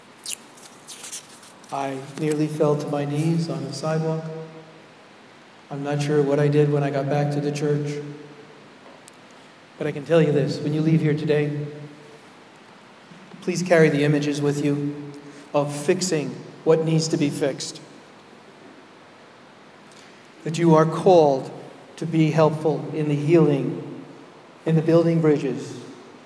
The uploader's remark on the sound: Keynote Address at MLP Conference, Rochester, NY